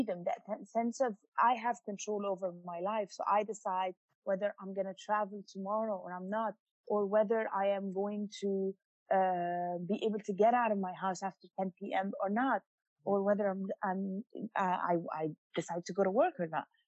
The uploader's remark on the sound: checks in via Zoom